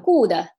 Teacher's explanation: 它在后面加了一个元音，就把它变成一个中文的声韵结构了